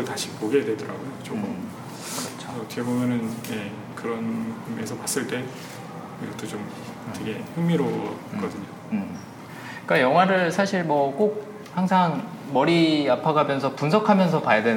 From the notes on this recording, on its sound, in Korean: 7/22 홍대 상영회와 공개녹음에서 일부 참가자분들과의 대화를 라이브로 녹음한 에피소드입니다. 9분 가량 제 마이크가 꺼져서 목소리가 좀 작게 들리는 점 양해 부탁드립니다.